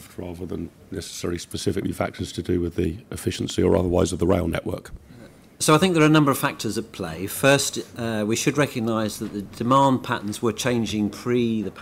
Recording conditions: busy venue